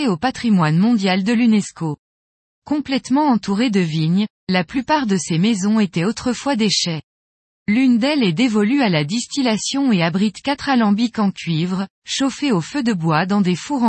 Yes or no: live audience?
no